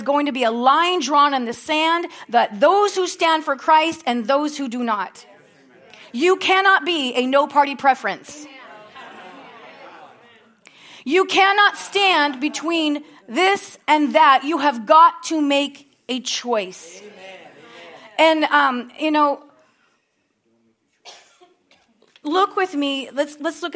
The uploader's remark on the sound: at Harvest Bible Church in Stockton, California.